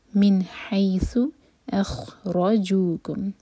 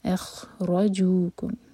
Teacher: خوا سکون کے بعد را ہیوی اور را پر زور